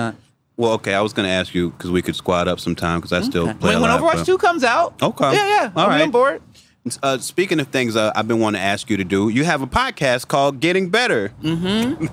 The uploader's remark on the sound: taped at the MMD dispensary in North Hollywood